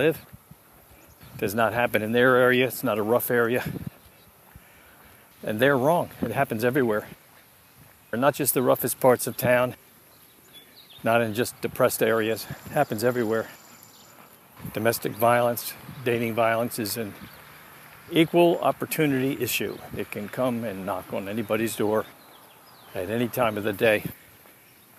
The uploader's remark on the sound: I felt like taking a walk and recording my thoughts around the time of the sixteenth anniversary of my daughter's death by dating violence.